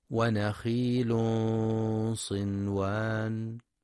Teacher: تنوين بعده صاد، إخفاء حقيقي بغنة مفخمة